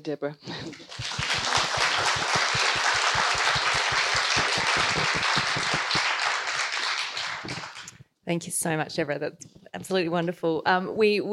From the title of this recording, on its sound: Prime Minister's Summer Reading List 2022 - Event Recording